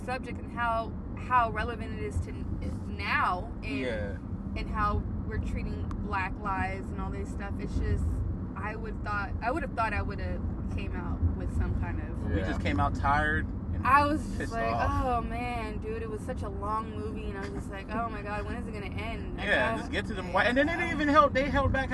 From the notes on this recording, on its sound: Wrestling 101 On The Road To Smackdown. The trio are on the road to WWE Smackdown Live ...literally.